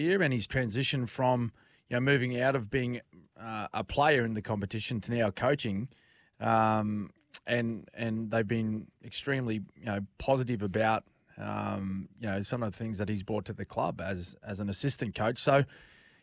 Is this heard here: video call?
no